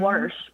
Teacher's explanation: So your mother says wash with an R.